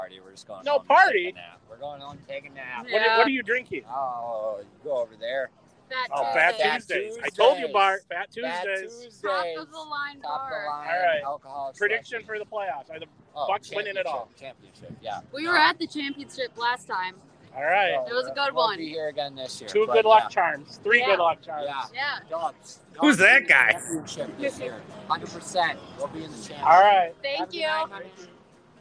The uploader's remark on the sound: On the scene at the Deer District.